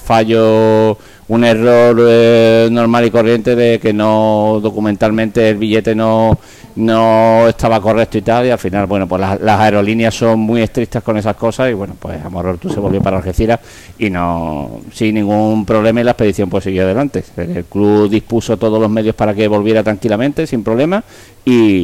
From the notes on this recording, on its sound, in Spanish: Programa debate sobre la actualidad del Algeciras emitido en directo desde Casa Borrás, detrás de La Palma.